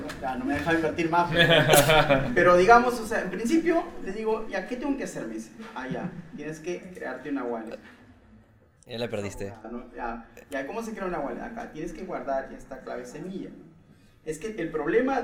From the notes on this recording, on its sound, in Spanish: Se llevó a cabo en el Web Tres Night. Frente a un público en vivo de nuestra comunidad en el Hotel Santa Cruz. Este evento fue organizado en conjunto por WEBTRES junto a AndinoDAO.